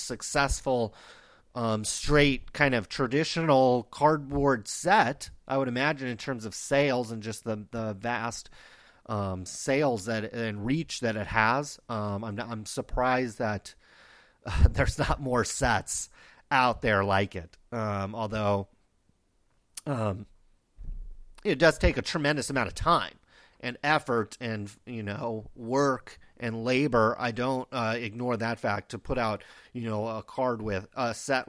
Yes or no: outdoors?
no